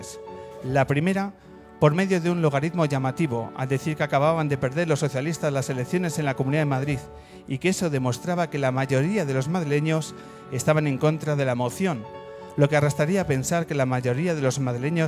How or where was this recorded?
busy venue